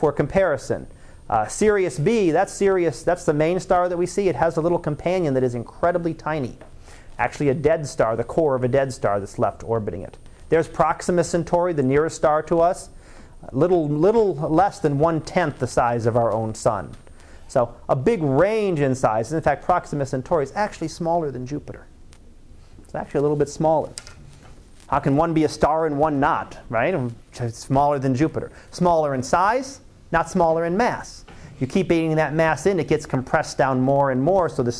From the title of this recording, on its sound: Live Class Lecture